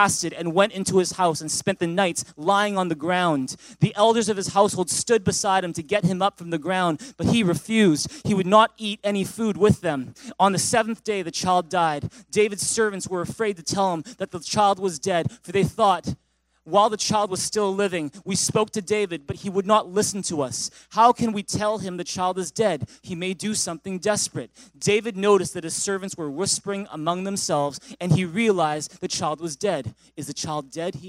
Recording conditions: large echoing room